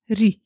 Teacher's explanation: Bo głoska R jest dziąsłowa, czyli czubek języka podczas jej wymowy dotyka dziąsło z przodu. Ale gdy ją zmiękczymy, czyli jak to się uczenie mówi, następuje palatalizacja, czujemy, że nasz język idzie lekko za to dziąsło.